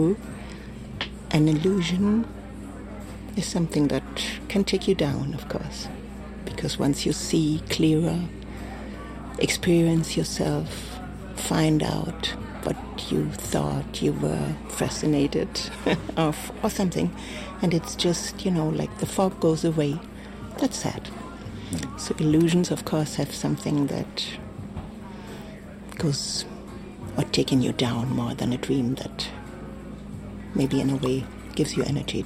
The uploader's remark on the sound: Recorded at Spielart Festival, 2019, Munich (DE).